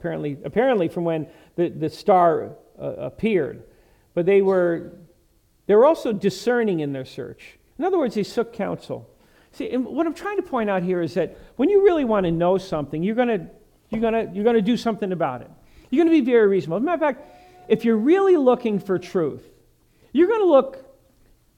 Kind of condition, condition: setting, large echoing room